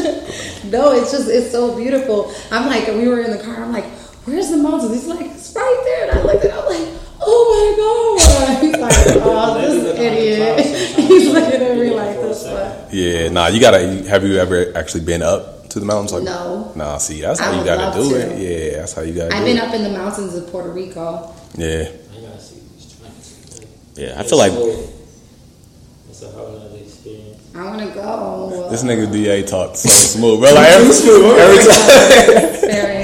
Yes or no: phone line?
no